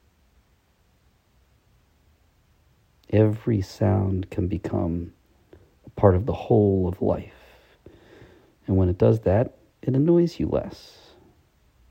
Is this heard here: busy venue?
no